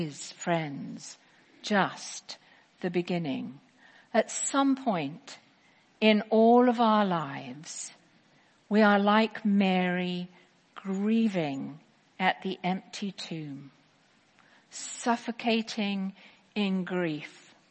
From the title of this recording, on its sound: Easter 10AM Service 2018